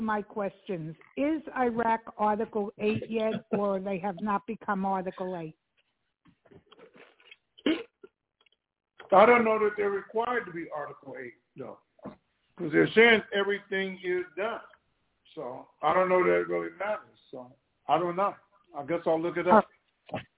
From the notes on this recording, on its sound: TNTSuperfantastic Conference Call.